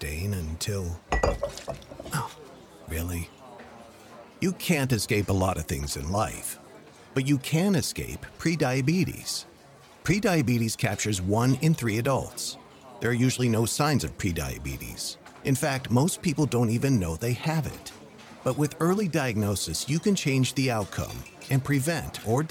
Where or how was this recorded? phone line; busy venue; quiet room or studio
busy venue